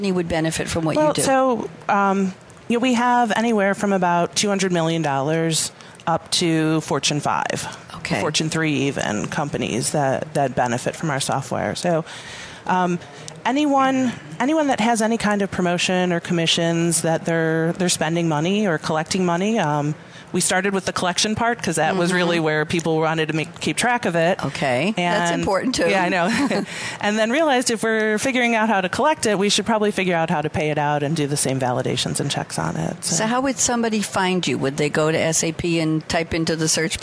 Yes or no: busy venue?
yes